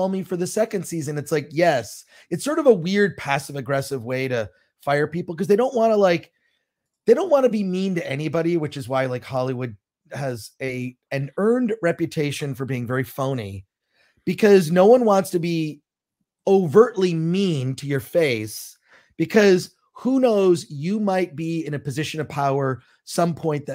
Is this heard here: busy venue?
no